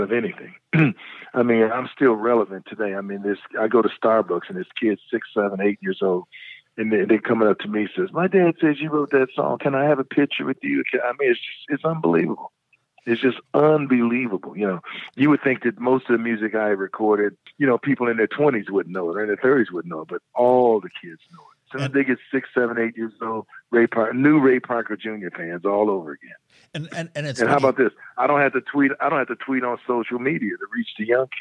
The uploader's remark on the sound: We chatted on the phone today